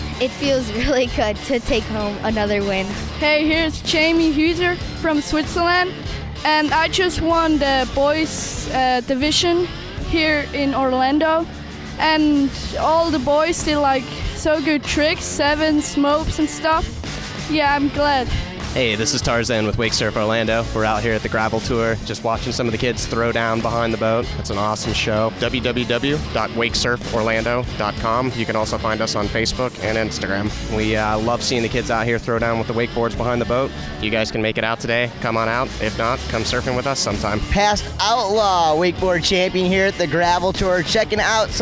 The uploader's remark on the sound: Was recorded Live at the 58th Masters Waterski and Wakeboard Tournament. Following the second day at the Masters.